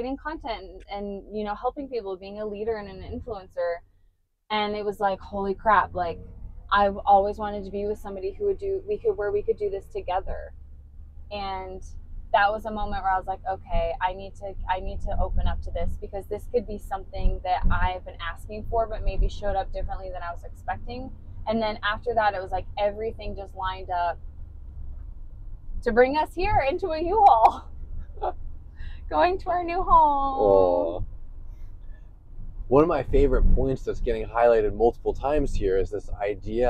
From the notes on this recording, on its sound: This is a special episode, pulled from a video we recorded IN the U-Haul after packing up my entire apartment to move me from Denver, CO to a small spiritual town in Iowa.